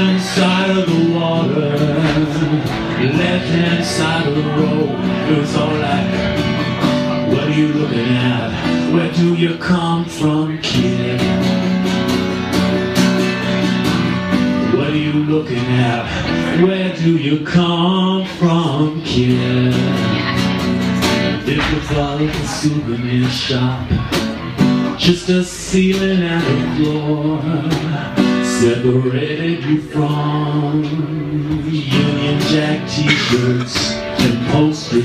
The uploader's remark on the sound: Live In Hammersmith